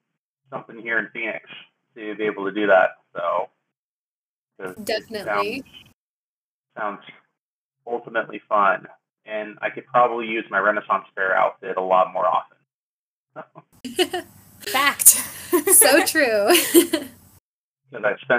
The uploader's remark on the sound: Due to technical difficulties, our software utilized the incorrect microphone somehow during recording. While some of the audio is less then our usual quality.